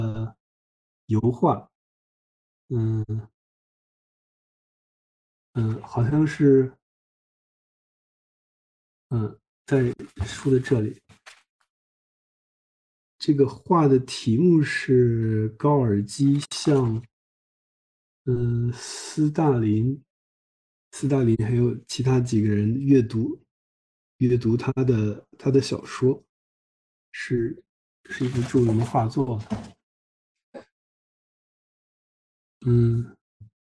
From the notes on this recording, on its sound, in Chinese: 本期节目为一次线上讨论的录音